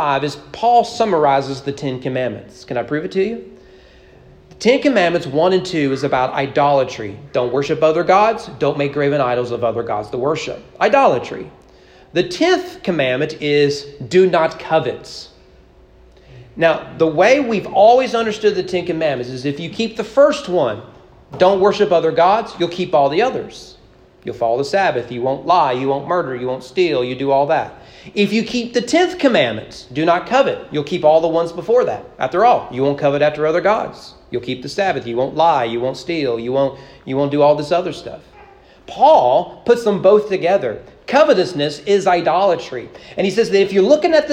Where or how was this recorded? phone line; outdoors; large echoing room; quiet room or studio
large echoing room